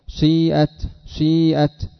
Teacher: سي تأتي بجزء من الضمة في أوله ثم تكمل بماذا؟ بالكسر · Term: الإشمام